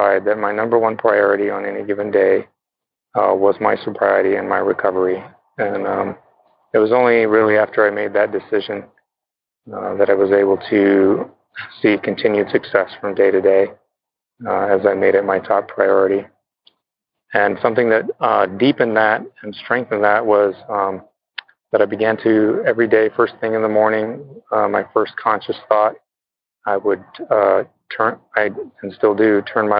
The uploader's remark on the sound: Noon Phone Speaker Meeting